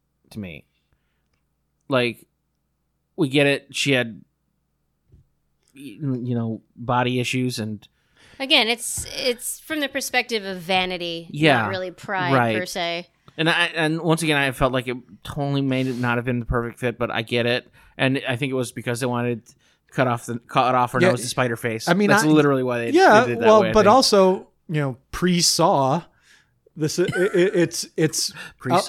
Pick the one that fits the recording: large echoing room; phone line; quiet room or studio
quiet room or studio